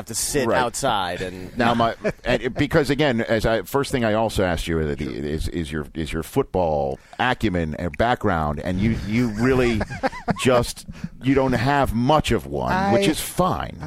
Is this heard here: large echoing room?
no